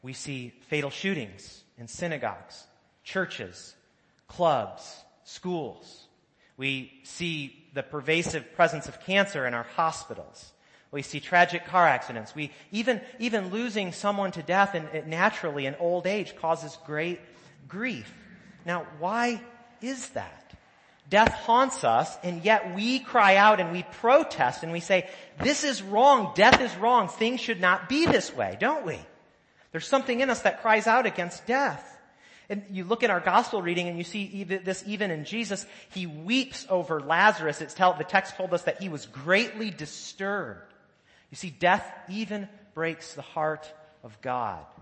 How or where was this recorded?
large echoing room